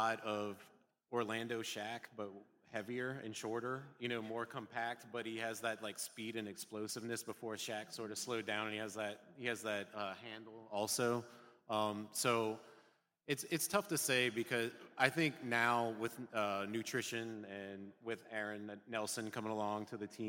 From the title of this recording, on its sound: Live at Tracey's!